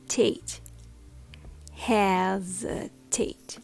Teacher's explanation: It has three syllables and has the stress on the first syllable. Hes. Hesitate.